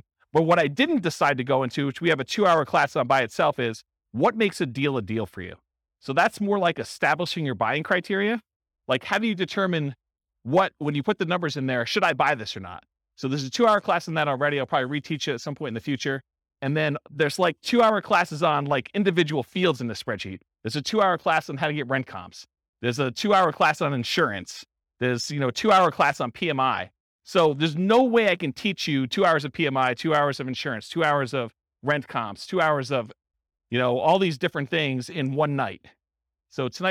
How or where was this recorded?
live audience